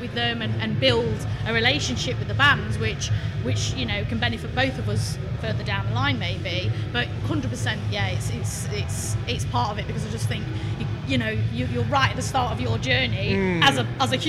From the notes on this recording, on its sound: Live From AoniaFest V. Live at the festival.